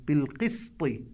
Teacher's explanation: السين يجب أن تكون مستفلة، لا نفخم السين لأنها تتوسط القاف والطاء